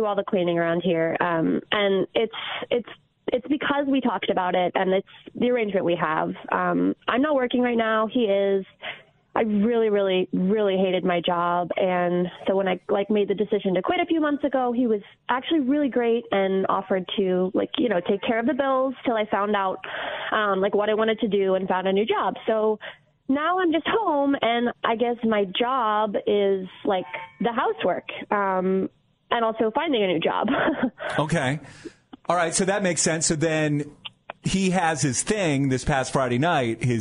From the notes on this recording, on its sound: called in during "Am I The Bleephole"